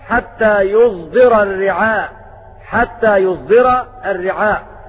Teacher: ومعنى الإشمام خلط صوت الصاد بصوت الزاي